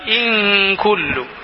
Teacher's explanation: ഇൻ കുല്ലു അവിടെ സുക്കൂൻ ചെയ്ത നൂനിന് ശേഷം കാഫാണ്. അപ്പോൾ അൽ ഇഖ്ഫാ ഉബിഗുന്ന അവ്യക്തമാക്കി മണിച്ചുകൊണ്ട് ഉച്ചരിക്കുക. അഥവാ ഇൻകുല്ലു.